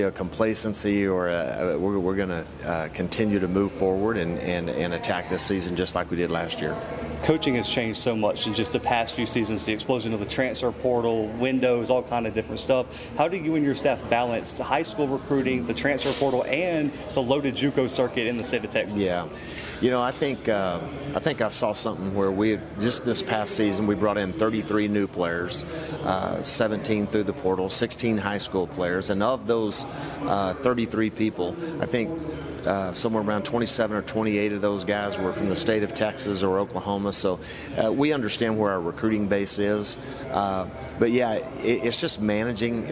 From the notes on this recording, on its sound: The Bluebloods are live from United Athletic Conference Media Day in Arlington, Texas.